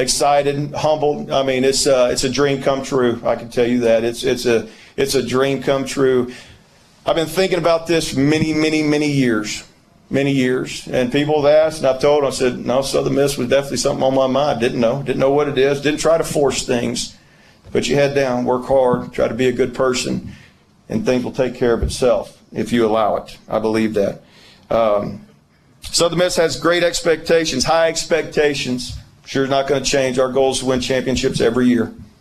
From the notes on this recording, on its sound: Introductory Press Conference with post commentary.